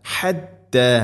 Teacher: ഹ തൊണ്ടയുടെ മധ്യഭാഗം മഖ്റജ്.